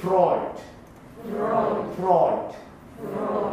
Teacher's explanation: 語尾の D は、本来は do ですが、語尾に来ている時にはその母音が取れて無声化します。